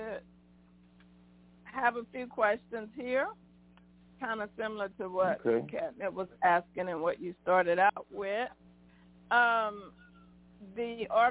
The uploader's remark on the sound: Conference Call